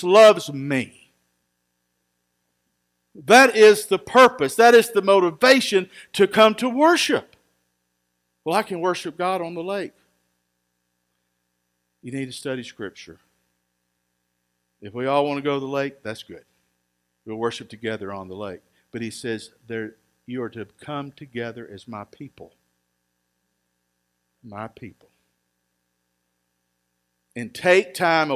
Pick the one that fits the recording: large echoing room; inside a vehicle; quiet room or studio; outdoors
large echoing room